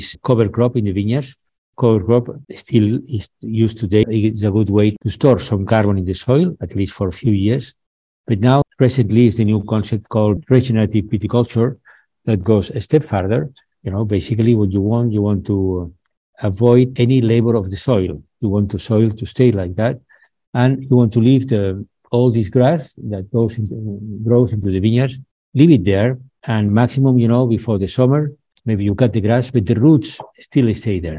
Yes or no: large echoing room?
no